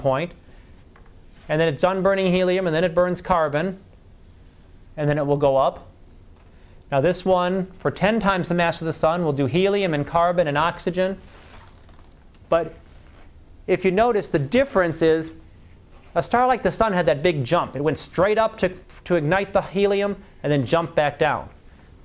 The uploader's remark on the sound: Live Class Lecture